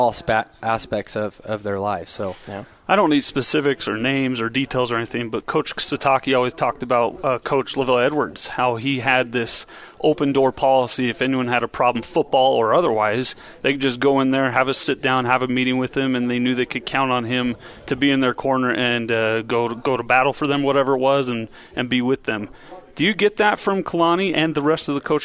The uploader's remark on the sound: live from BYU Media Day